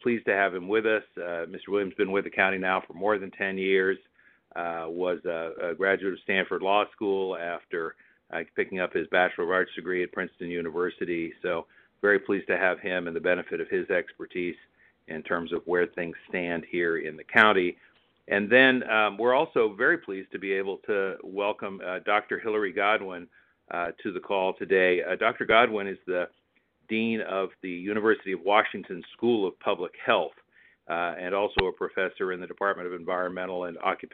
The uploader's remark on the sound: Telephone Town Hall